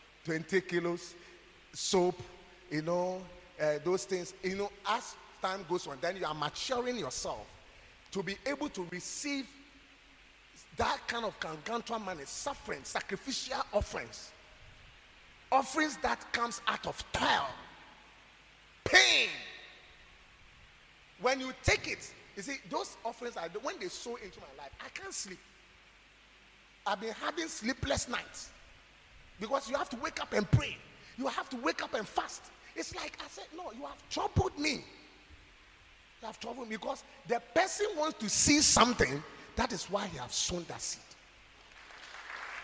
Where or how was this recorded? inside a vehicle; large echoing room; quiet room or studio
large echoing room